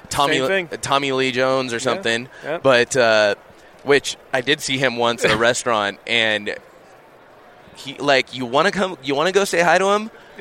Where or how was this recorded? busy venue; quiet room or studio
busy venue